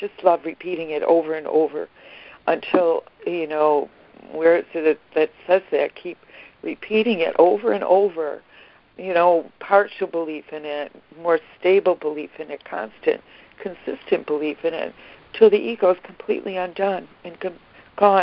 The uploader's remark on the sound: ACIM Daily Conference Call.